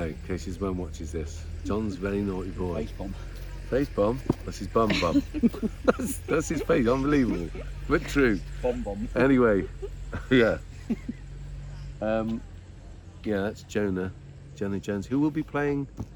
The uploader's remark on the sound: checks in from setting up the Unlock Reset part 2 festival at the Pitch and Putt in Monkton Park, Chippenham